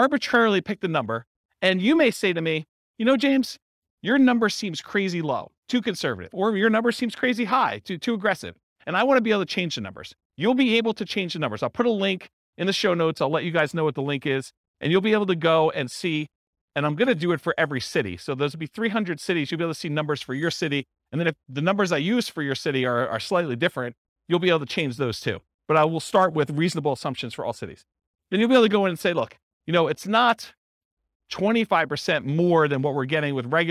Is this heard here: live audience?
yes